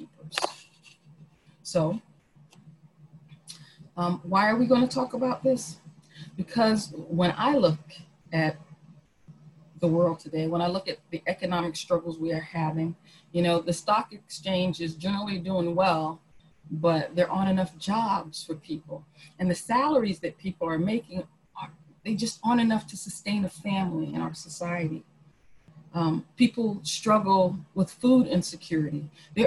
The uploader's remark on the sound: Our Zoom streamed service